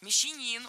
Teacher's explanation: Мещанин, ударяем третий слог.